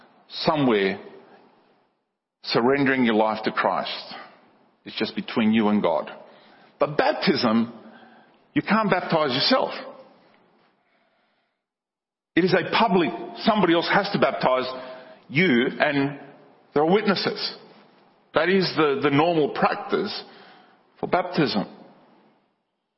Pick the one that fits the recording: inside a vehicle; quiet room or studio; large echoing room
large echoing room